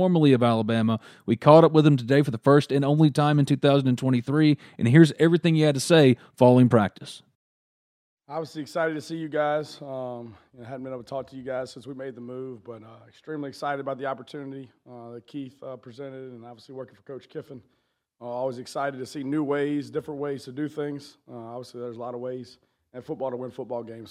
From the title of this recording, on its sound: LIVE! From Ole Miss Training Camp